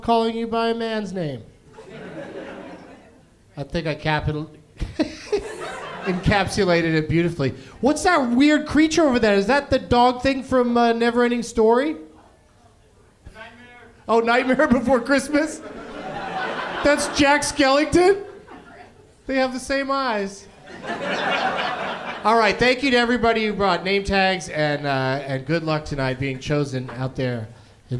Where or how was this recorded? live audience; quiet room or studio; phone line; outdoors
live audience